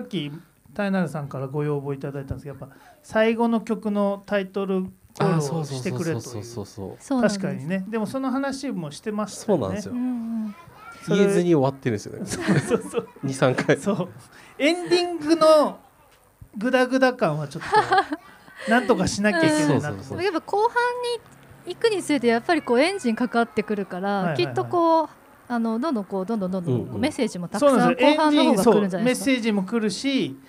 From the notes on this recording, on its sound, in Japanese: Studio baco10周年パーティにて公開収録を行いました。